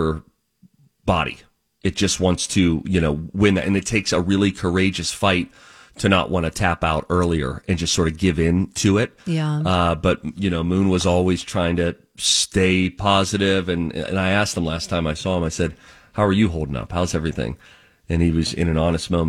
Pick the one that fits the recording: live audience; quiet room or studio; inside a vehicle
quiet room or studio